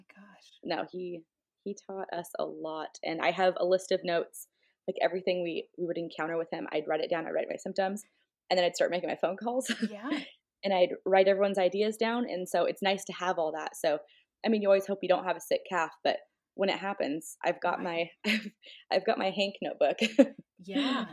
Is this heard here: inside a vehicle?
no